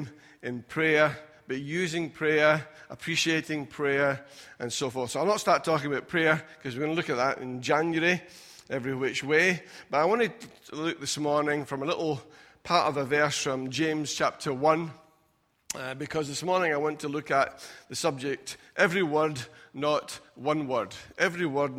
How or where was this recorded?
large echoing room